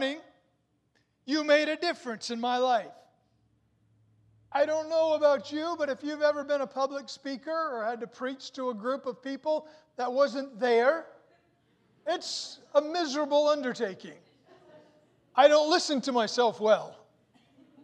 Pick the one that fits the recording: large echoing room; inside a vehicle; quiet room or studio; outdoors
large echoing room